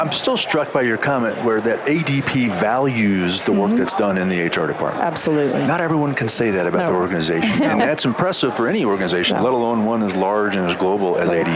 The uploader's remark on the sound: LIVE from Las Vegas, at #HRTechConf